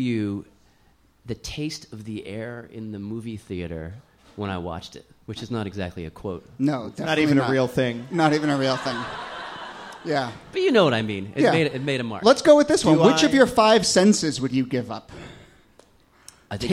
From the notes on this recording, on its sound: Ask Roulette is a conversation series in which strangers ask each other questions on stage. This excerpt is from our January regular show at Housing Works Bookstore.